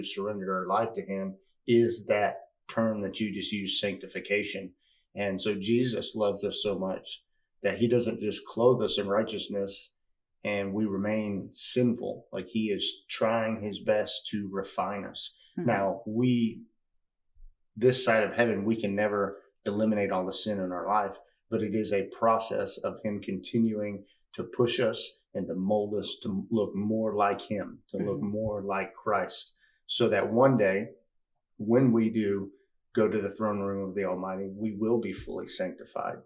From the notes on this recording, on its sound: Please excuse our mic issues this episode.